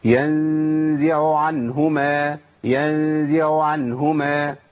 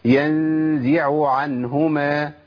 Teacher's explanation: انا في الاولى العين الاولى بقت باهتة ما كانتش باينة خالص · Shown in: first take · Term: العين بهتت